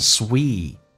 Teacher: T 不发音，但是气流要阻塞一下